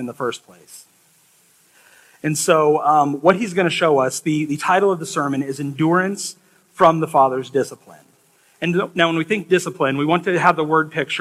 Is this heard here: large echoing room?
yes